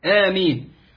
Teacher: آمين الألف فيها ألف بدل، ألف بدل، والبدل في رواية حفص عن عاصم تمد حركتين